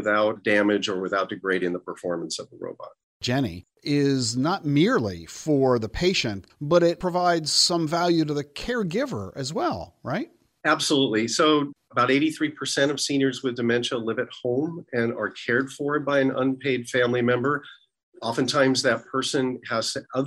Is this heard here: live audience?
no